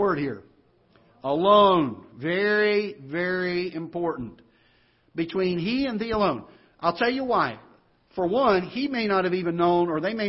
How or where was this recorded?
large echoing room